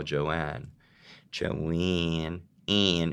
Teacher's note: Joanne, Ann, and it's almost becoming an eh. It's got a lot of nasality.